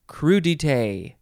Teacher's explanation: there's no emphasis on any syllable, as far as I can tell. It's just crudité, all the same emphasis. Anyway, it is spelled C-R-U-D-I-T-E-S, and the accent on the E is down on the left and up on the right.